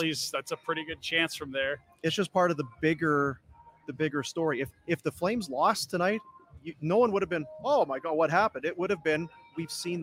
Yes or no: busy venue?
yes